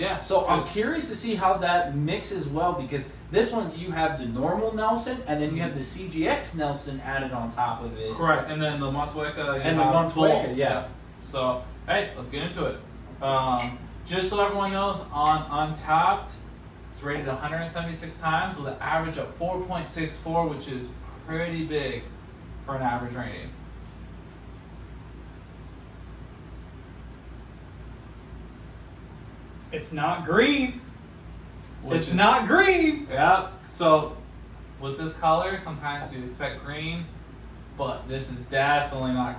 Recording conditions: phone or laptop microphone